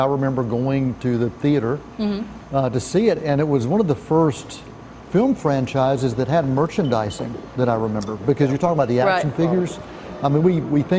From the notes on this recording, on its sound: we’re on location at the AMC Classic 10 Cinemas in Shelby, NC